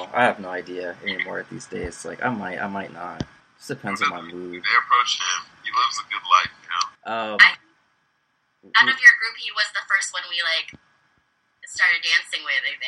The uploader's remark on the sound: We had some audio issues.